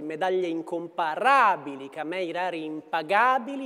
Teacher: lo sdrucciolo, cioè l'accento sulla terzultima sillaba, che non è così frequente in italiano